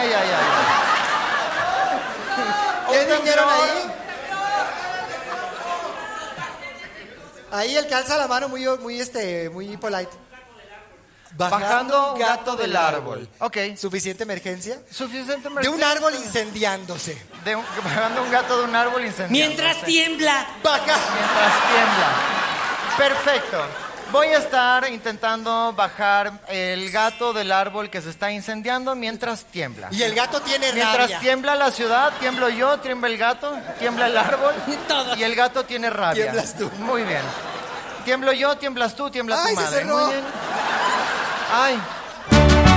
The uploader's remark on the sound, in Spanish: LAS MAMÁS MEXICANAS EN VIVO. En un en vivo grabado de locura.